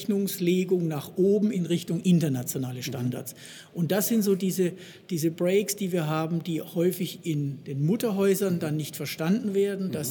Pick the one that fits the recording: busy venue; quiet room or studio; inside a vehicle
busy venue